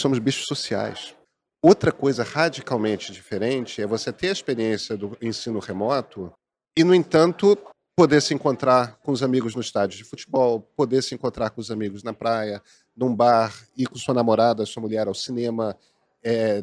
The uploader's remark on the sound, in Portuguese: Este episódio foi gravado durante o XIV CBESP, principal congresso da educação superior brasileira.